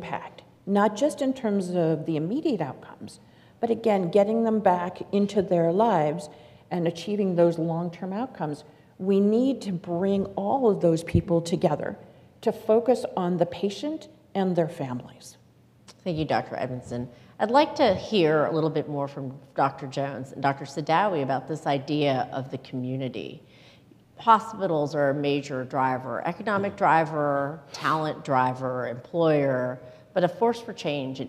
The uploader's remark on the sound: This episode features the audio from a press conference that the ACS held in Washington, DC